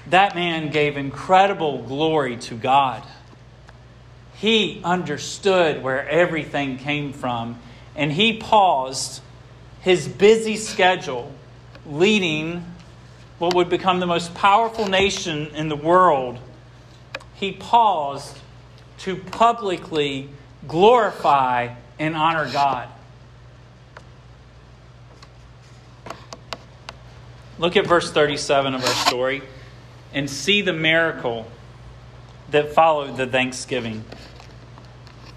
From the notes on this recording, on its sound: This sermon was preached at Hope Fellowship